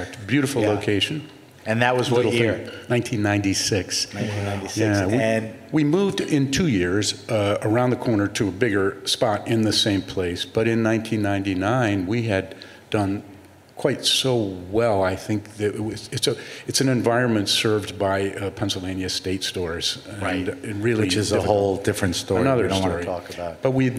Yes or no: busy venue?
yes